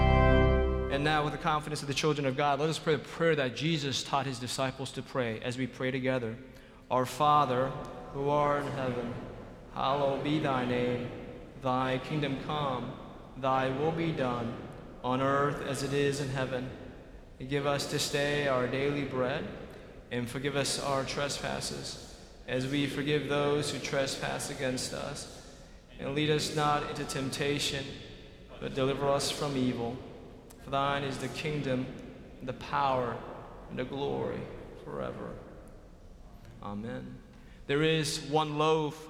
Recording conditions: large echoing room